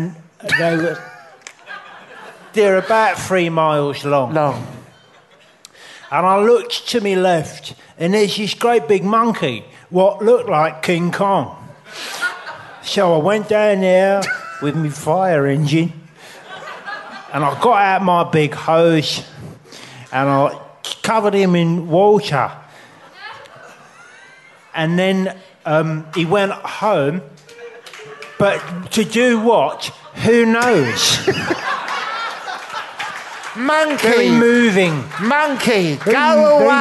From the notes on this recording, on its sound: LIVE at The Guanabara Club, Covent Garden. 250 fans at fever pitch turn up.